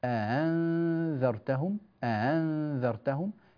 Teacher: فنافع رحمه الله تعالى يسهل الهمزة الثانية